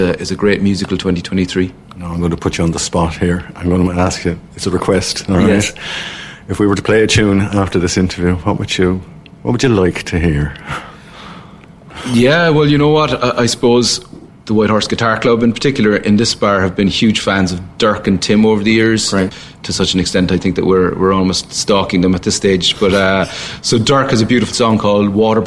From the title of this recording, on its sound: WINTER MUSIC FESTIVAL at the White Horse Ballincollig